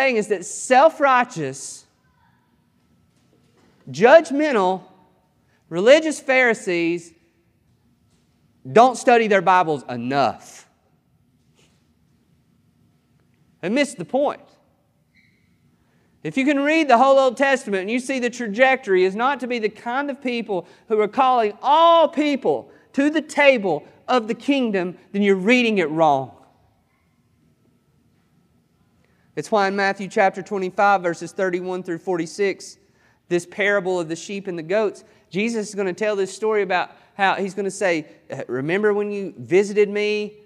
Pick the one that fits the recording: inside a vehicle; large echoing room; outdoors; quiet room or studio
large echoing room